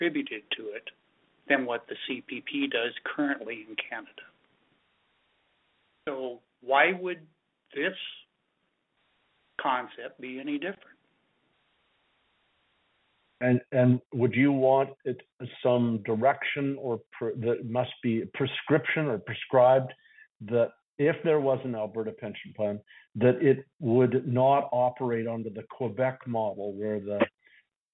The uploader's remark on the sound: Central Alberta Telephone Town Hall